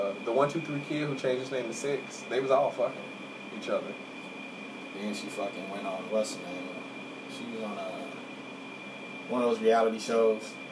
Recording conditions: sounds in the background